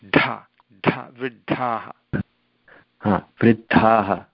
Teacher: When you pronounce that D, there should be increased air coming out of your mouth. Dha, dha, vriddhaha. · Term: महाप्राणः